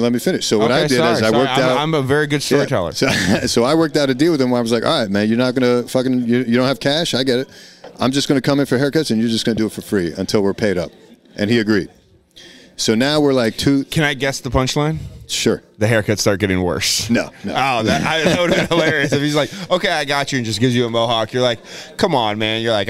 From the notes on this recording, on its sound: Live show at the Yacht Club.